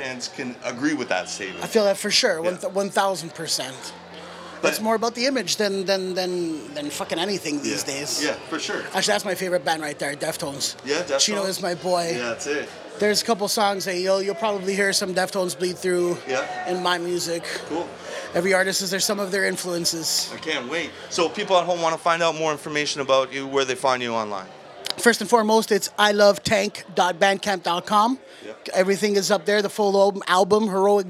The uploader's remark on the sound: This Exclusive interview is from WedStock in Brampton,